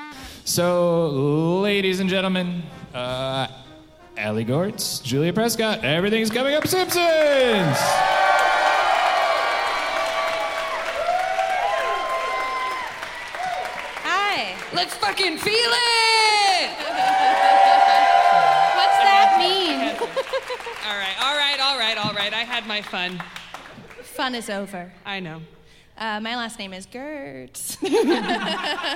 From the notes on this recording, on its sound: Live in Chicago. You're going to lose it when you hear this live episode.